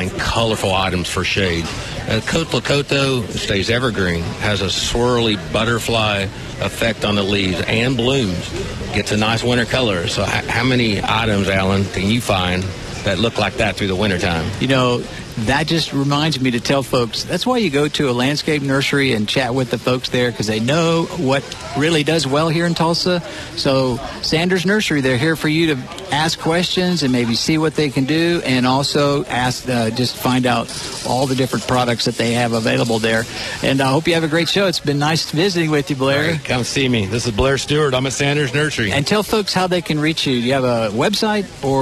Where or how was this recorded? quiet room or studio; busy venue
busy venue